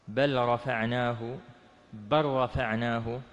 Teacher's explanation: اللام تسقط وتدغم مع الراء